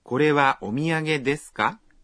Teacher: Basta con agregar la partícula ka al final de la oración y decirla en un tono ascendente.